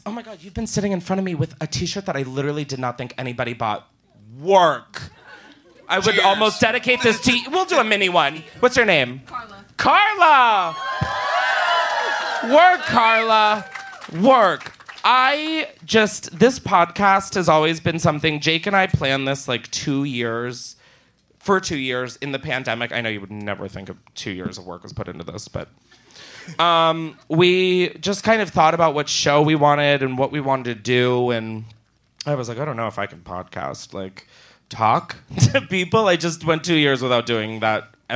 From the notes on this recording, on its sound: Live from Los Angeles. Live from the Flappers Comedy Club in Burbank, California.